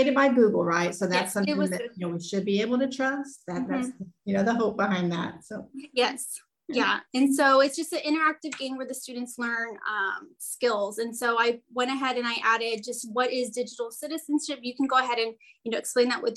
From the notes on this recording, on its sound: This podcast is a recording from a Zoom event held with middle school librarian.